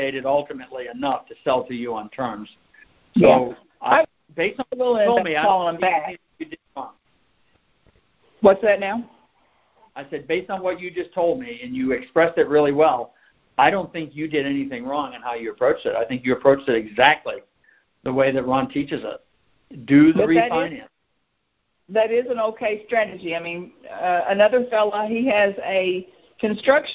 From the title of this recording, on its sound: Gold Club Q&A Call